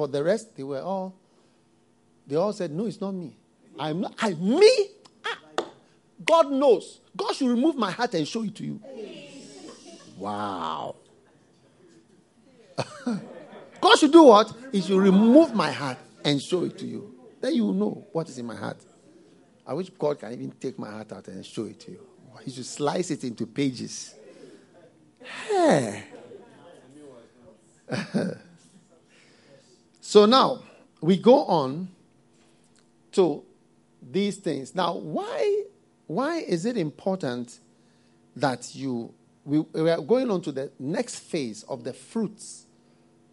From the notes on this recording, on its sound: Preached at the FLOW Service, First Love Church